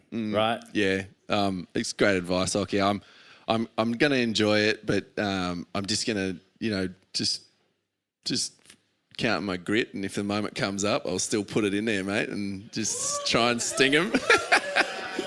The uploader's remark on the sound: Retirement Party LIVE from Torquay